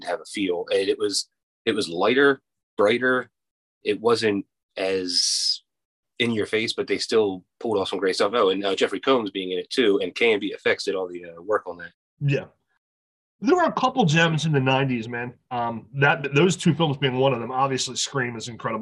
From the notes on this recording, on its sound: Also, Zoom is still a shit...